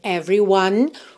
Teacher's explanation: você pensa em every, do V direto pro R.